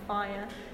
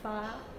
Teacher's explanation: the second element of the diphthong can be lost · Shown in: second take · and just be fire. · Term: smoothing